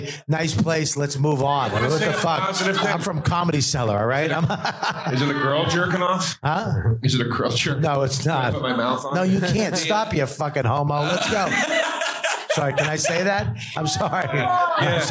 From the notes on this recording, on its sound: Live From The Comedy Store. Live From The World Famous Comedy Store!